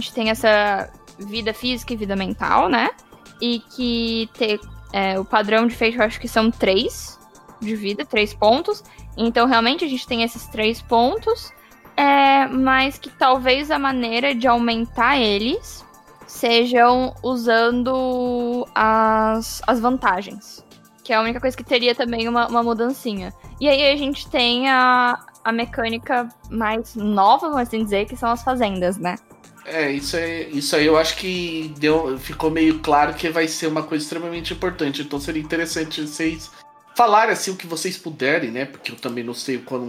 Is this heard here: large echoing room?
no